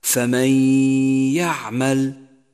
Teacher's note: فمن يعمل، جاءت النون الساكنة وجاء بعدها حرف الياء، وحرف الياء من حروف الإدغام بغنة، هو أحد حروف كلمة يوم. دخلت النون الساكنة بحرف الياء وشدد حرف الياء واستغرق زمن الغنة حركتين وصار نطقها هكذا: فمن يعمل.